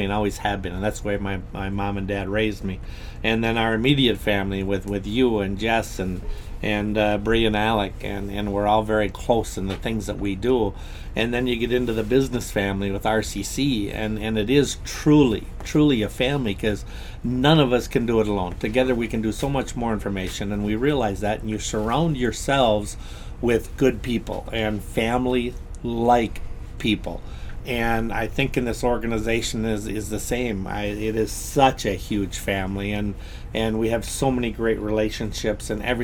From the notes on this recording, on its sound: this podcast was recorded from the Grooms VIP room at his wedding